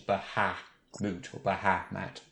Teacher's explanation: the emphasis is on the middle bit · Term: central syllable